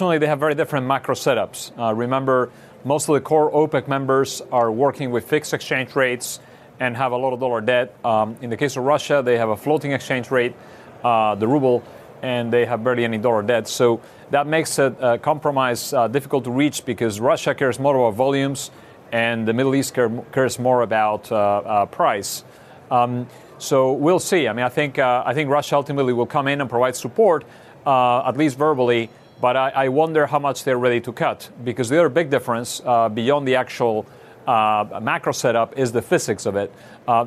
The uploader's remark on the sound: live from The New York Stock Exchange